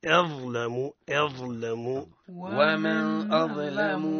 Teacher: ضاء مفخم بين مرققين، الهمزة مرققة واللام مرقق. ونجد أن الضاء من حروف الاستعلاء، وكل مستعل مفخم من قول ابن الجزري وحرف الاستعلاء فخم.